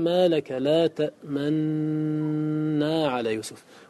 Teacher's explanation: لأن النون مرفوعة ليست ساكنة، وإنما يكون الإدغام عند التماثل مع وجود السكون في الأول، فلما لم نستطع أن نظهر لأننا لم نجد نونين فلم يكن بد من أن ندغم، أدغمنا وأشرنا إلى النون الأولى · Term: ضم الشفتين